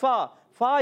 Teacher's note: فا کا مخرج اوپر والے دانتوں کے کنارے نیچے والے ہونٹ کا تر حصہ تو ادا ہوتا ہے فا فا یا زیر فی یا مدہ